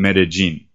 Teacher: Anytime you have a double L in this region, in this accent of the people that live here, they pronounce it as a J sound rather than a L, like a Y sound